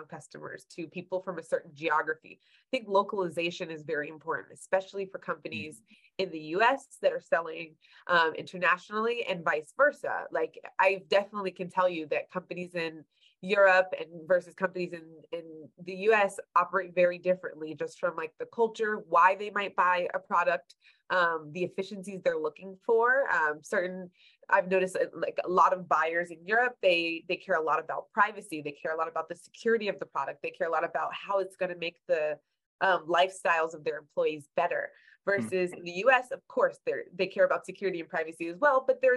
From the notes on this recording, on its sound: This episode is a recording of a webinar hosted by HubSpot and Vainu on 1 December 2022. This episode is a recording of a webinar hosted by HubSpot and Vainu on 1 December 2022.